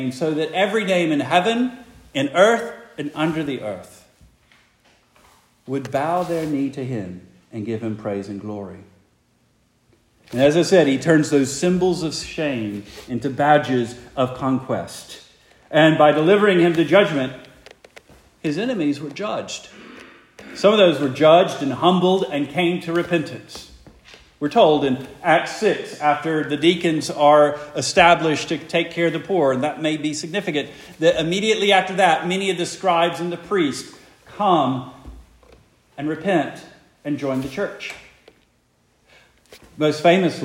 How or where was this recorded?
large echoing room